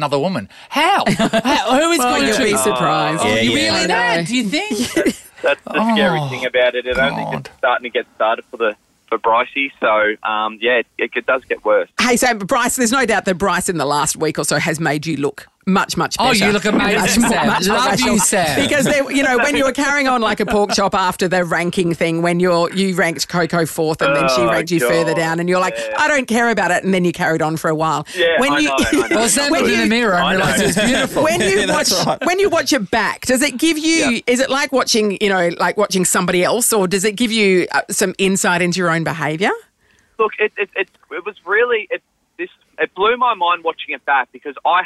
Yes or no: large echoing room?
no